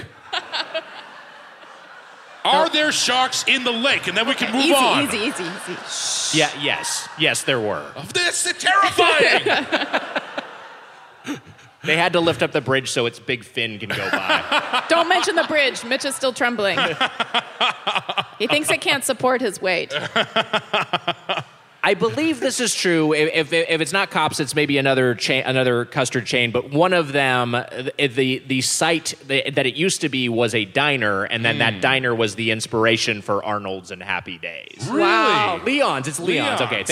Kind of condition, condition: setting, live audience